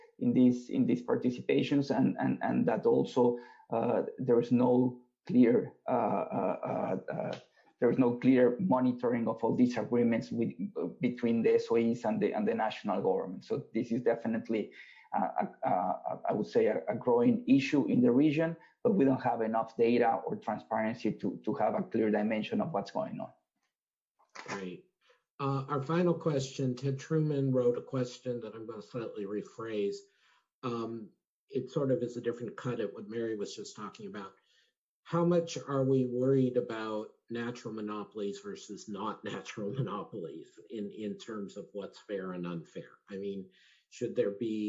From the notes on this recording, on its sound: The Peterson Institute for International Economics (PIIE) held a virtual event